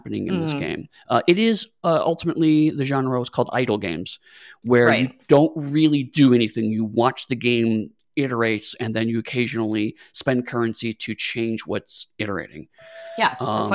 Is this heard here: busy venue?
no